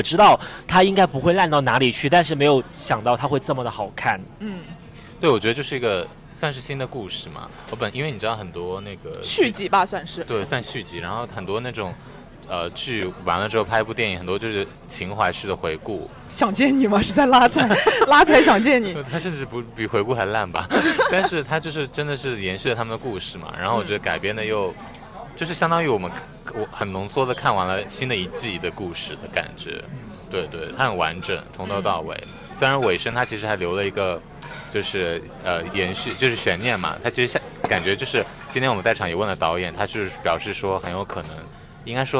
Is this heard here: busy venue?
yes